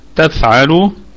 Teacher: الكلمة كلها مرققة والفاء فيها الهمس، واللام اللام فيها ما الطبيعي وصلا وقفا، تفعل لو لو، تمام، يعني نقف عليها بالمد الطبيعي، وأيضا في حال الوصل هو مد طبيعي أيضا.